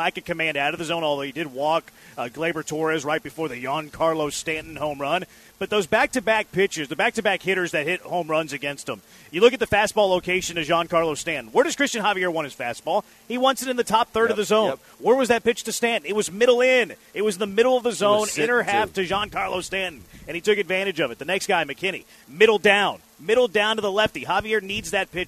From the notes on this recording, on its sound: LIVE from Drift Bar in the Heights!